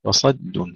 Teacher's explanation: وصد هنا ننتبه إلى ترقيق الدال، وصد تفخيم الصاد ثم ترقيق الدال